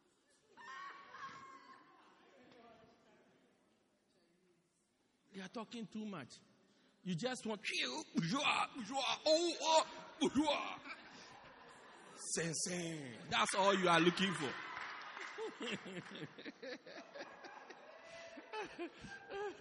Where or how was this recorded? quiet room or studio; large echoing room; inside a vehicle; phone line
large echoing room